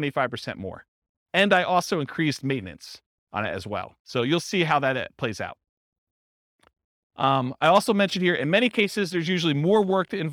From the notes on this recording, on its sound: This was a live class recorded